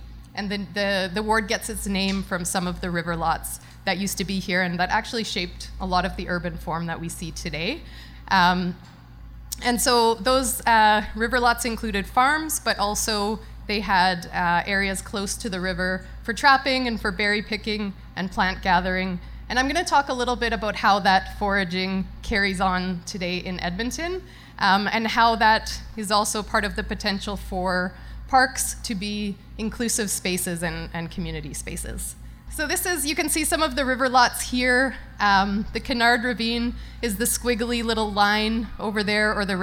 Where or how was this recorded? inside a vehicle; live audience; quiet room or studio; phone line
live audience